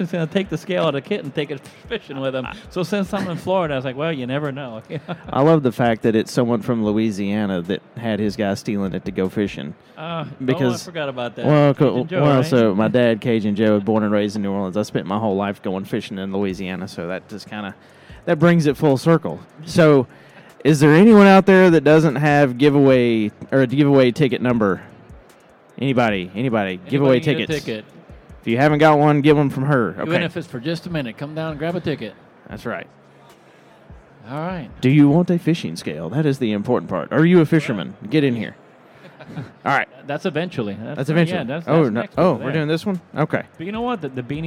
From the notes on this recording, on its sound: Live in front of a packed audience at the 2024 AHR Expo in Chicago.